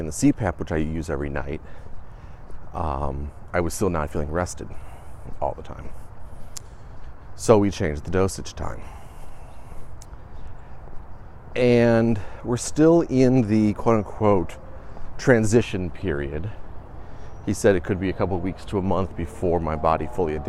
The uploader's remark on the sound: Walk and talk.